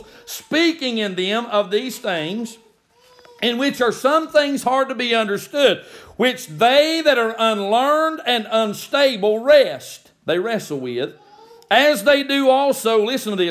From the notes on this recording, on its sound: May this recorded sermon be a blessing to you.